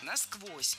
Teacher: Ударение в этом наречии должно падать на второй слог. Насквозь. Так зафиксировано в словарях.